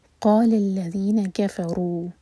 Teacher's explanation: قو حلق سے نکلے گا اور منہ بھر کر